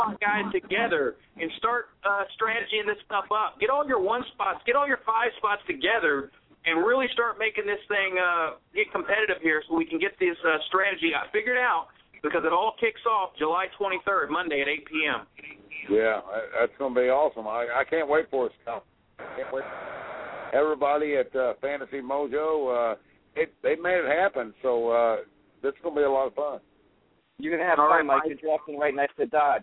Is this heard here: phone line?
yes